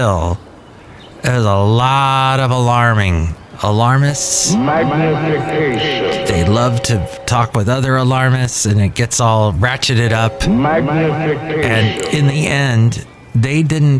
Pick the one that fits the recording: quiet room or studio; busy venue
busy venue